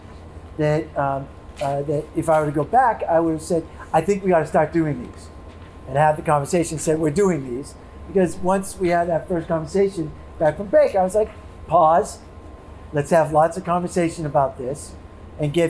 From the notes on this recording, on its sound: This is the recording of the public meeting, held at Holyoke High School, North Campus, regarding the random searches policy. Met with students, teachers, parents, and community members.